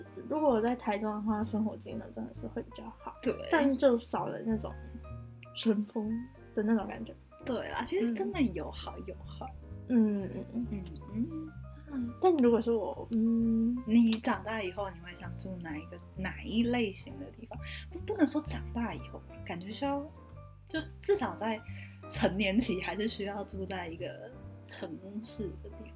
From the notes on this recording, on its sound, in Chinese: P.S.因為我們還是小新手所以音質跟內容還有待加強！